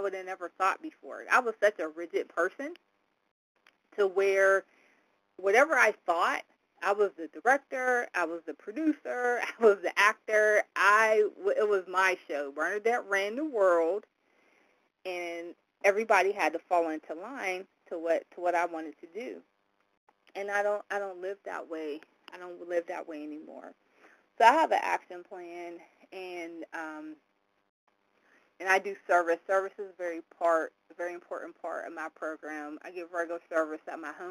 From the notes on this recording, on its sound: from the 100 Pounders Phone Meeting, date unknown